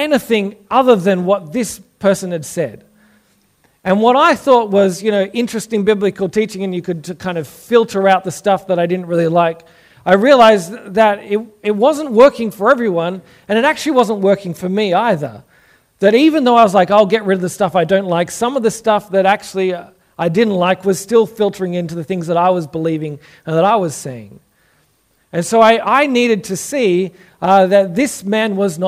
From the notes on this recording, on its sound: Originally preached at St Stephen's, Belrose in April 2022.